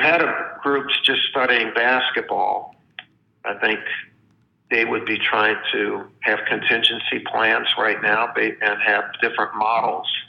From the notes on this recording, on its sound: spoke over the phone